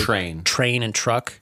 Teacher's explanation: Americans say that first T as if it's a ch. · Term: the tr thing